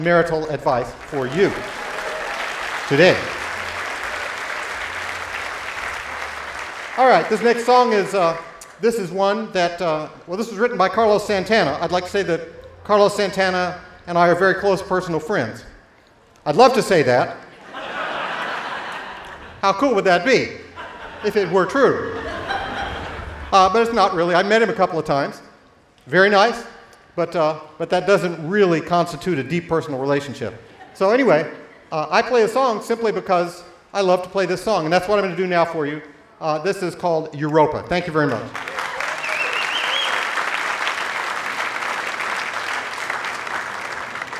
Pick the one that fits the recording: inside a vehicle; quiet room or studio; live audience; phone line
live audience